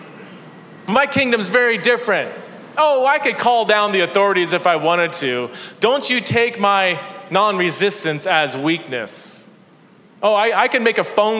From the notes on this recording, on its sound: This is a sermon that I preached at Park Hill Church in San Diego, CA.